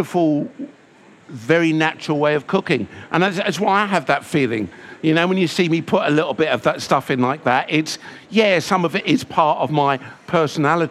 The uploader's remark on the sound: recorded at the BBC Good Food Show